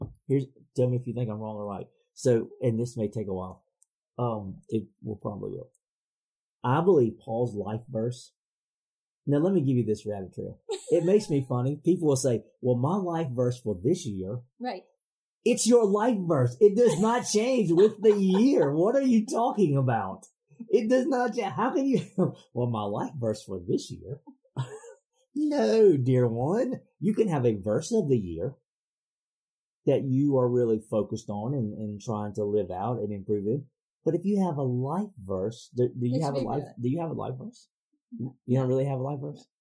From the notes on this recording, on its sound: Due to some equipment issues, this week's audio quality suffered a bit